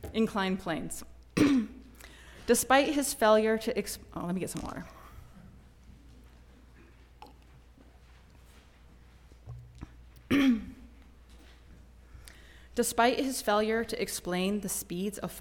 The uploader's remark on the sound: Recording of a lecture delivered on February 24, 2023. As part of the Formal Lecture Series.